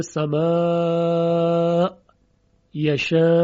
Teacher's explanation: مد متصل رو به طور کلی ابو عمر به توسط میخواند، پس دوری هم به توسط میخواند و میزان توسط رو حدود چهار حرکت ذکر کردند.